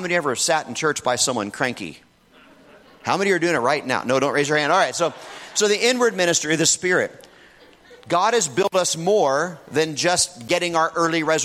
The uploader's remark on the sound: In this message from the Renew Conference